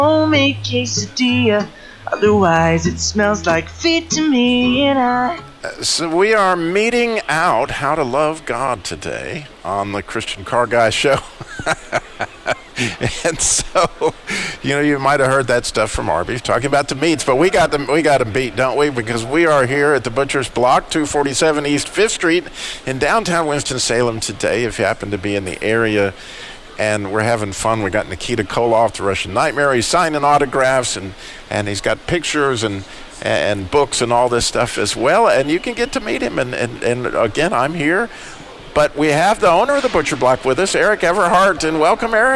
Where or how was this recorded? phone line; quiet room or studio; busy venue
busy venue